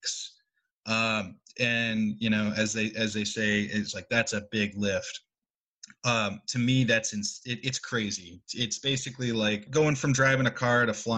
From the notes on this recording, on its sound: They spoke over Zoom